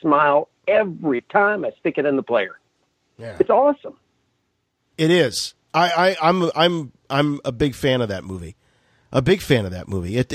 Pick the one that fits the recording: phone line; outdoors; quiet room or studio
phone line